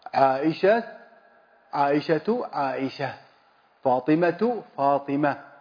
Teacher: وعلى ما فيه تاء التأنيث المتحركة بقلبها هاء ساكنة